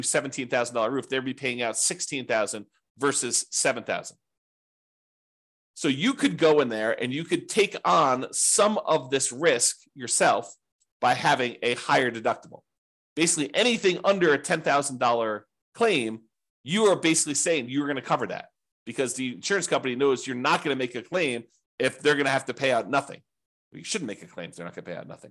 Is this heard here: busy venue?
no